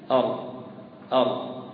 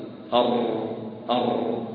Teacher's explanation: تكريرها بمعنى أن يرتعد يعني هذا اللسان ارتعادة واحدة · Shown in: first take · بحيث يعني يسمعها السامع أر، لكن لا يكون هناك تكرير مبالغ فيه أر، لأن هذه عدة راءات، سيكون هناك عدة راءات.